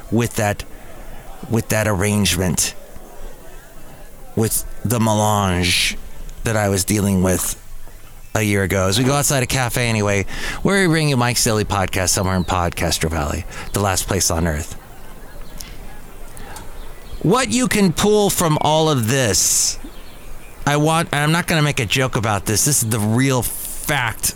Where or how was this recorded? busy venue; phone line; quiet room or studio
busy venue